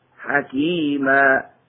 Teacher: التنوين بالفتحتين يبدل ألفا عند الوقف ويمد بمقدار 2 حركات فقط، فمثل حكيما يوقف عليه هكذا حكيما. أما في الخفض والرفع